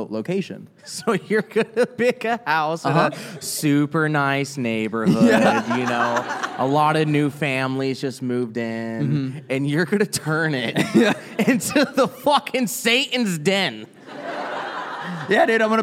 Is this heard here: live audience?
yes